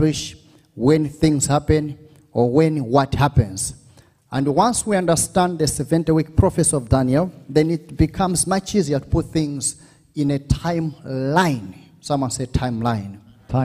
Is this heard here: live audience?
yes